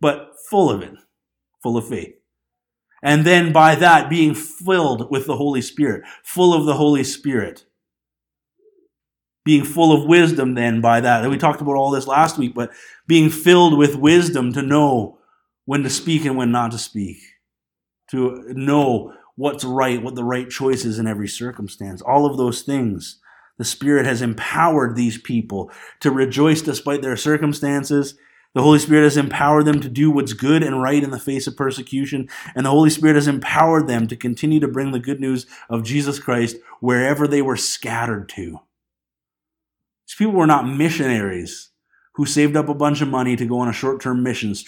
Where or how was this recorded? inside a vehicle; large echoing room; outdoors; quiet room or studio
large echoing room